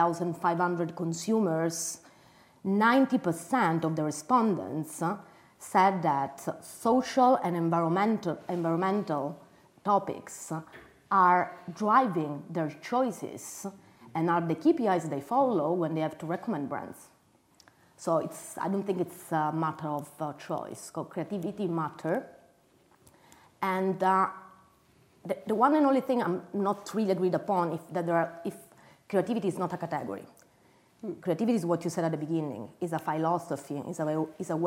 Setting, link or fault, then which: setting, live audience